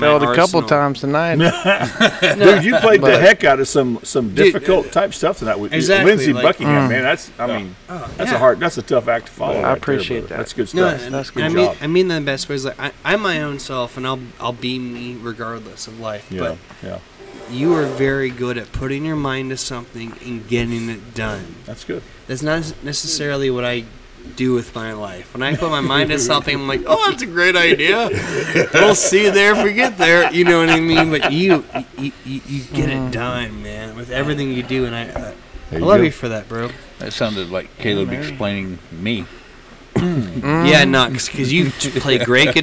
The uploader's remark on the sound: Recorded at The Pacific Yard House in Downtown Conroe! Recorded at The Pacific Yard House in Downtown Conroe!